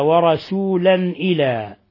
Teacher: تنوين فتح جاء بعده الهمزة الحكم التجويدي إظهار حلقي